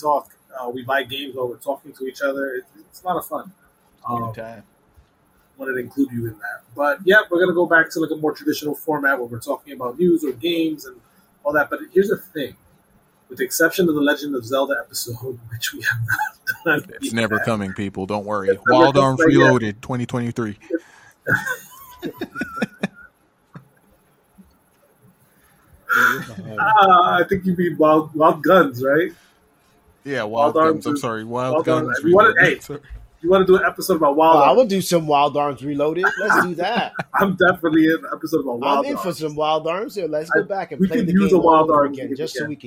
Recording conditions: poor sound quality